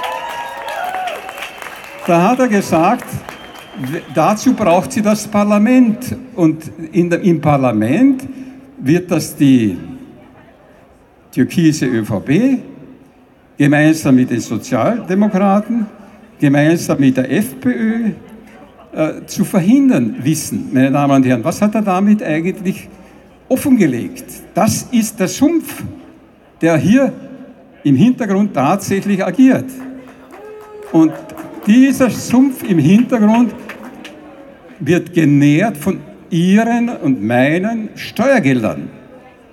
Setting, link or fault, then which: setting, outdoors